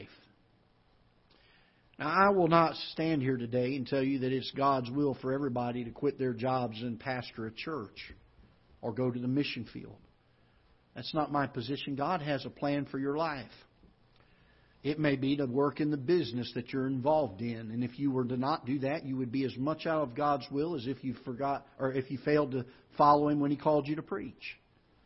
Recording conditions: large echoing room